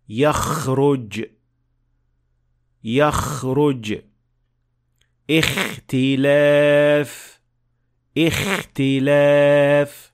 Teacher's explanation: mixing the sound of kha with kind of the sound of snoring. The snoring sound is produced at an area that is much closer to the opening of the mouth rather than the throat.